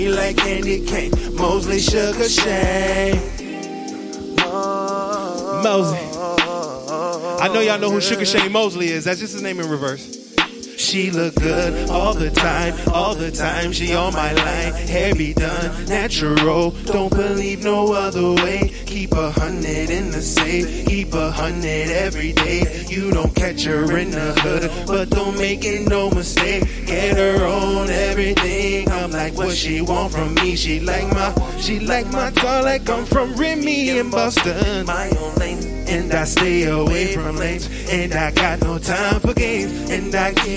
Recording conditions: busy venue